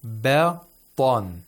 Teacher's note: So the first one should be pronounced with tarqiq. Thinness. Yes, and the second one with tafkhim.